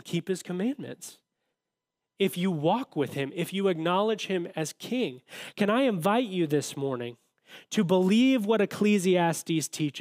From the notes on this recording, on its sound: audio from New City Church in Champaign-Urbana, IL